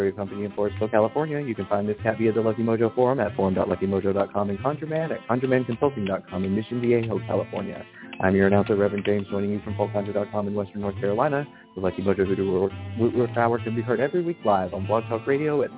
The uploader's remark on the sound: a real, live call-in show